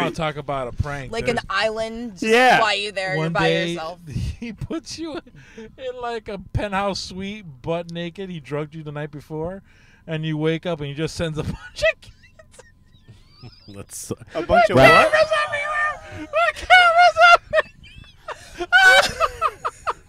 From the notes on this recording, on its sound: Recorded at Thank You Miami